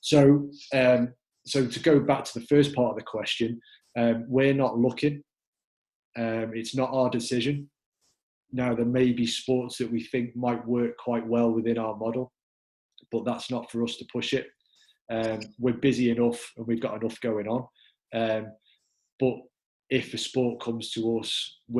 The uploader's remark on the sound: Q&A session the Sporting Club carried out on Facebook LIVE.